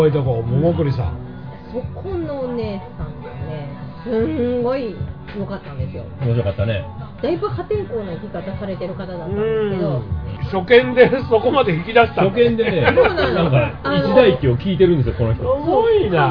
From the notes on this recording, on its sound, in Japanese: 超久しぶりに外で食事しながらの収録でした。美味しい中華とゲストも一緒に良い年初を過ごせました。